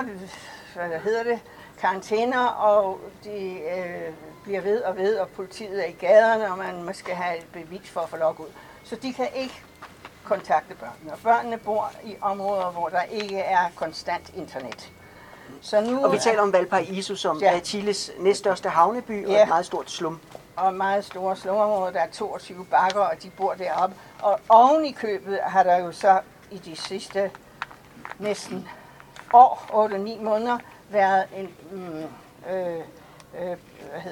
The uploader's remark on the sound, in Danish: Festivalafslutning på Christianshavn 2020